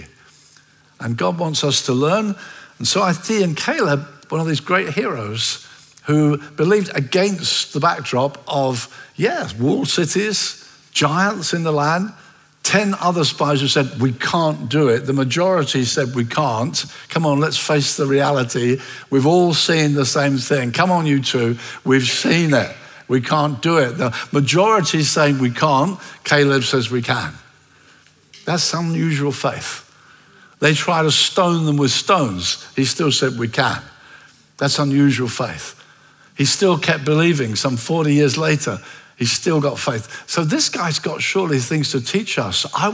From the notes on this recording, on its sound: at Common Ground Church Rondebosch on the 25th of February 2024